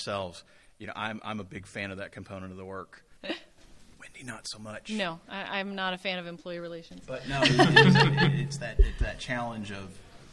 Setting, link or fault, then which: setting, live audience